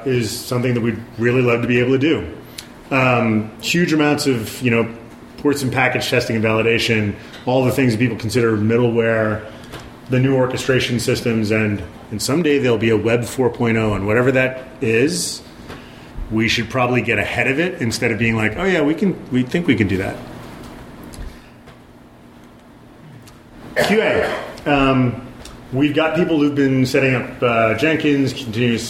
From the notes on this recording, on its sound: A recording from vBSDCon 2015 of the talk